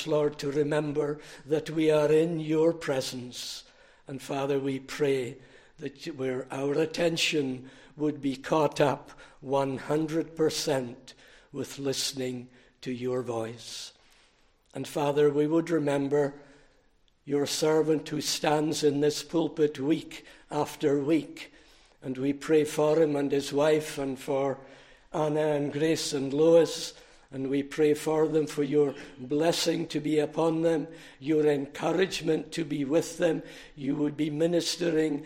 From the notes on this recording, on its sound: recorded at North Harris Free Church on the morning of Sunday, 29 July 2023